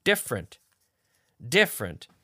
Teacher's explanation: So it's almost as if the E in the middle weren't there. We don't say different, we say different.